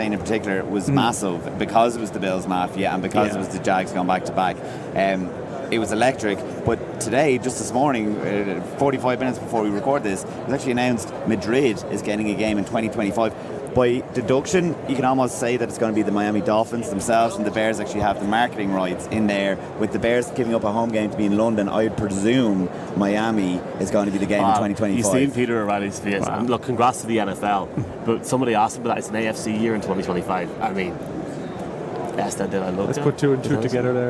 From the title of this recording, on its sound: From Radio Row